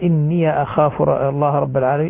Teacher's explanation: فتح الياء الإضافة هنا لأن بعدها همزة مفتوحة